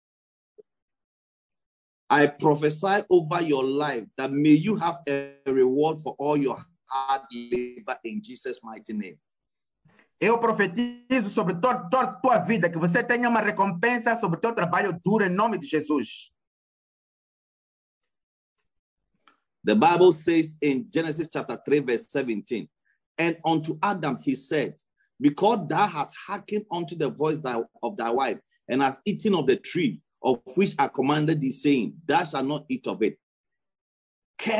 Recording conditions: video call